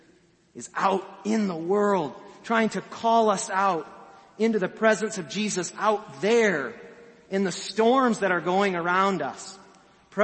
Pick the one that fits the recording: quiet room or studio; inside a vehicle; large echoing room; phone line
large echoing room